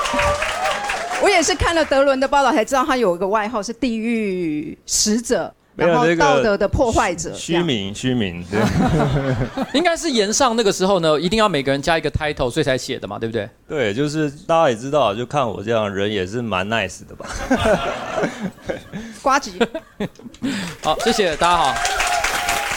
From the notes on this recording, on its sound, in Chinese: 在上個月的這場Live Podcast中，喜劇演員之間以及與現場觀眾的互動，帶來熱烈的回應和交鋒。